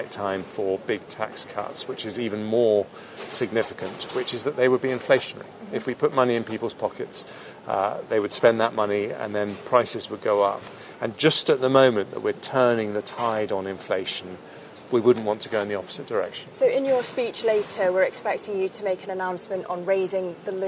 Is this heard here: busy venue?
yes